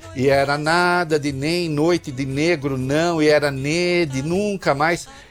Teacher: E era essa sequência de e era nada de nem noite de negro não e era nede nunca mais esse ni, né, essa consoante nasal alveolar sonora que traduz a negação